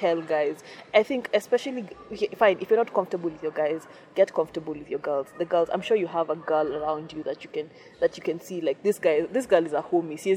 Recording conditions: wind noise